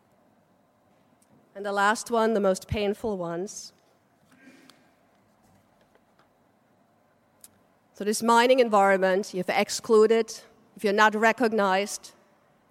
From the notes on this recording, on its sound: from the 'Environmental Justice 2017' Conference, held at the University of Sydney